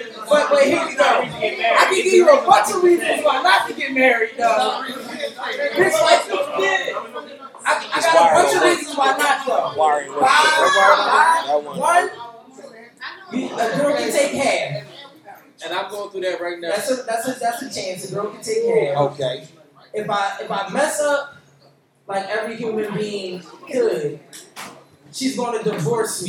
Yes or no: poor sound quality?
yes